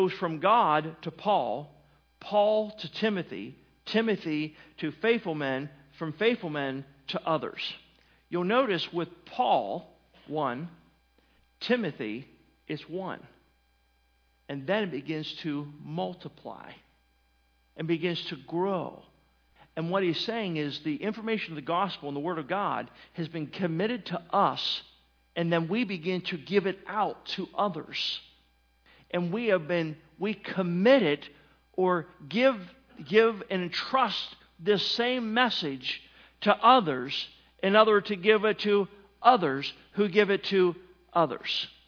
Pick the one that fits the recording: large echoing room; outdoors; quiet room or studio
large echoing room